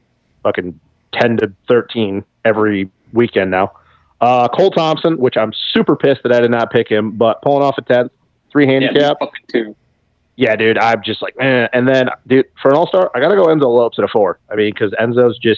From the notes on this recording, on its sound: get on the phone